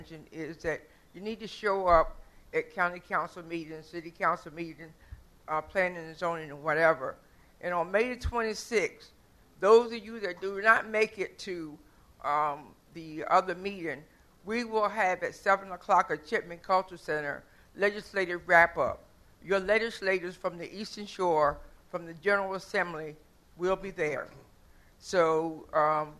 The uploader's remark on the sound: Sound Bites: Town Hall. You will hear the broadcast of Part 2 of a town hall I moderated a few weeks ago in Salisbury.